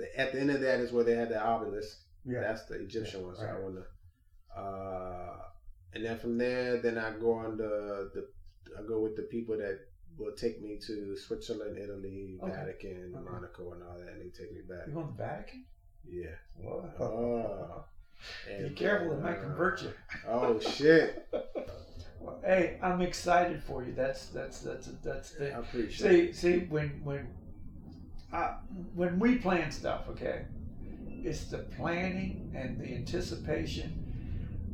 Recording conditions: poor sound quality